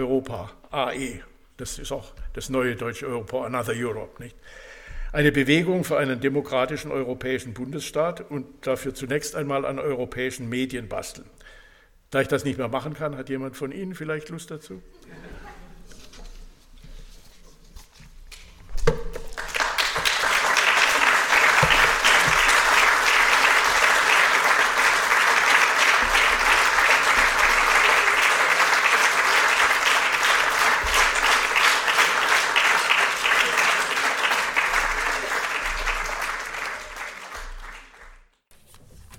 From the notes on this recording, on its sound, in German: Der Vortrag fand im Rahmen der Reihe "Eurotopia" des Theater Freiburg statt, am 30.03.2017 in der Katholischen Akademie Freiburg.